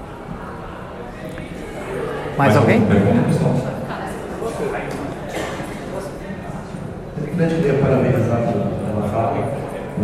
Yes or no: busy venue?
yes